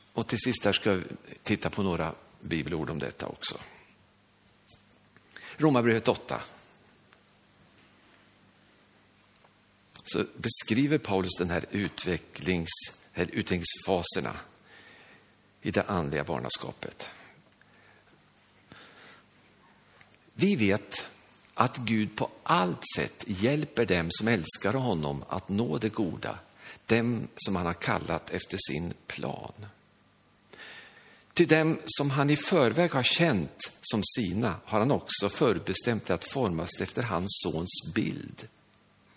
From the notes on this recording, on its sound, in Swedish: Inspelad under nyårsgudstjänst i Löfstadkyrkan i Tranås 2023-12-31.